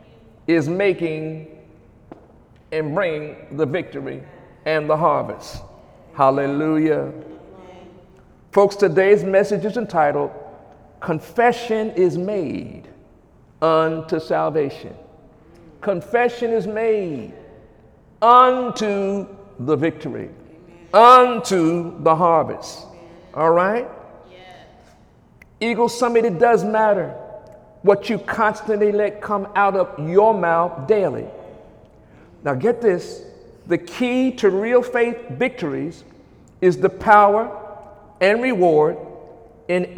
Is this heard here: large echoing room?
yes